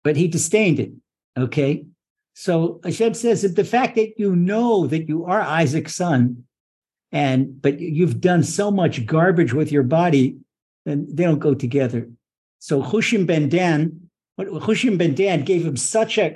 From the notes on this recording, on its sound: Recorded via TORCHzoom.